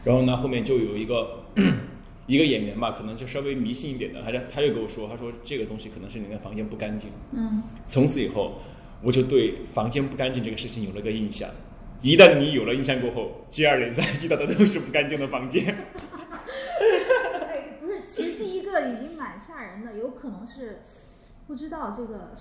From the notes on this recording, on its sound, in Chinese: 这期聊天节目是现场听众最多的一期，每个人都听得聚精会神，津津有味。